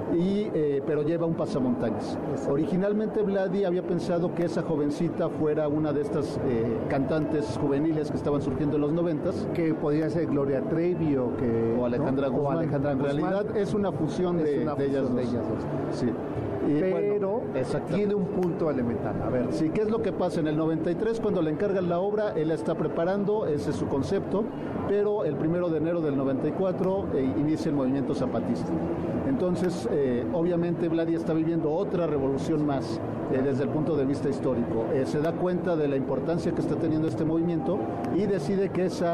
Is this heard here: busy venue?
yes